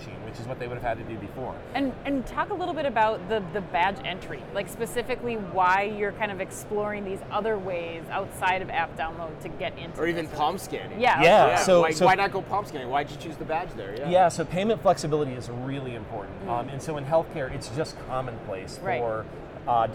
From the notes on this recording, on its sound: Live From NRF. LIVE FROM #NRF2024.